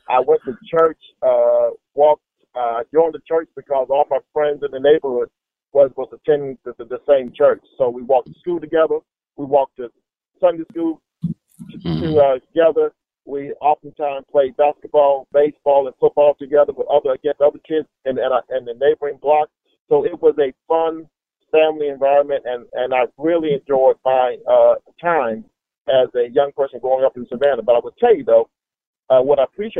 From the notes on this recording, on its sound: Called over the phone while in route from Atlanta.